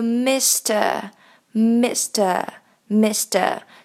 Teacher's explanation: 这里的 T 会浊化成 D，因为这里是一个 S 后面轻辅音浊化的现象 · IPA: /ˈmɪstə/